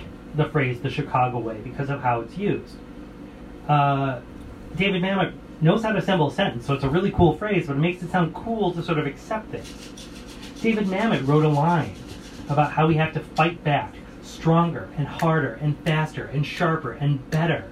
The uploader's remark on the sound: Recorded live March 11, 2020, at the Old Chicago Inn's Room 13 speakeasy. At the Old Chicago Inn's Room 13 speakeasy as part of Chicago for Chicagoans Chicago History 101 Speakeasy Series.